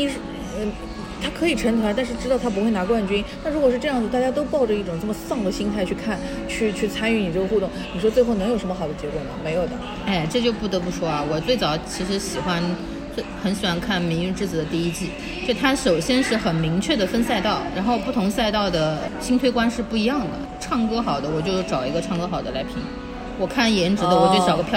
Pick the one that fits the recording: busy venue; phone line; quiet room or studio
busy venue